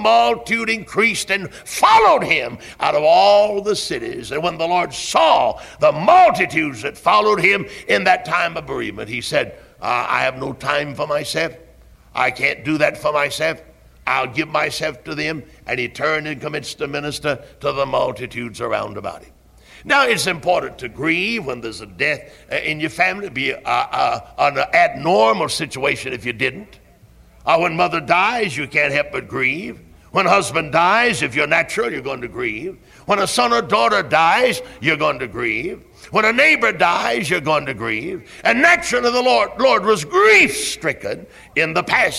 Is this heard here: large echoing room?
yes